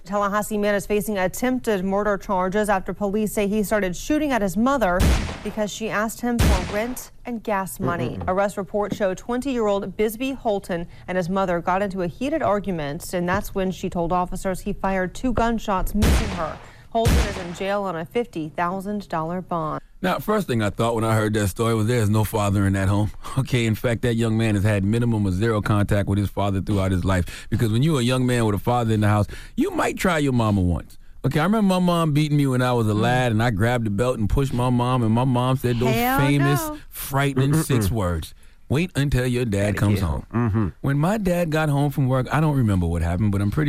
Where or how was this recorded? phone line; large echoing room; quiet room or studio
phone line